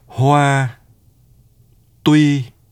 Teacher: Labialization of the beginning of a syllable may occur in the syllables that do not contain the rounded vowels. The lips start rounding when the initial consonant, if any, is produced and finish rounding at the beginning of the production of the nuclear vowel.